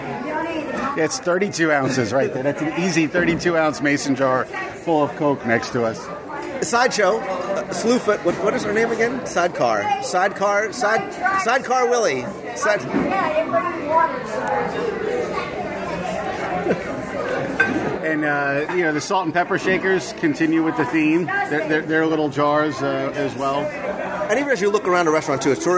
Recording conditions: busy venue